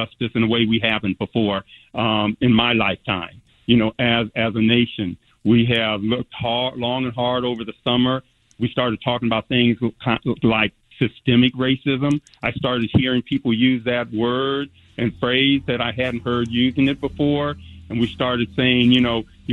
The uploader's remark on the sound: Angelenos called in to share their reactions